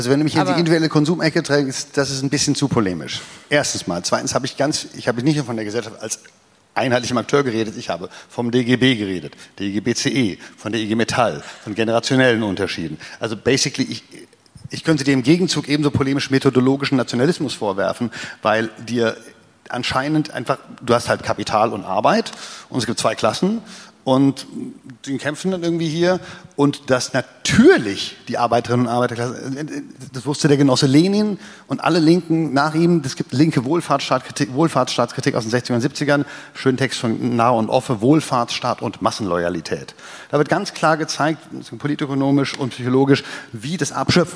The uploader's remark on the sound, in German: Das Gespräch wurde im Rahmen der Reihe „Bündnisse Bilden“ am Berliner Ensemble aufgezeichnet.